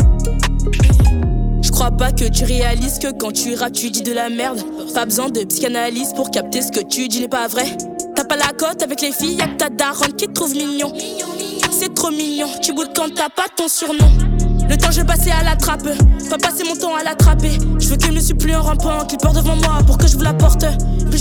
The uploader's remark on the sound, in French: Place des Fêtes aujourd’hui est dans le 06, en direct du Palais des Festivals de Cannes.